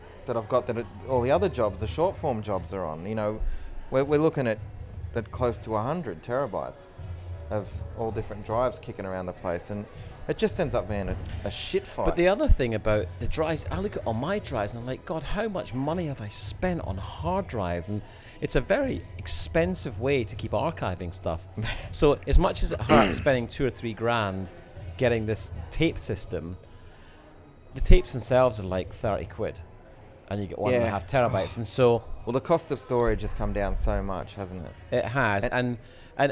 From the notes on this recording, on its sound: we sat by the pool in our hotel and recorded a couple of episodes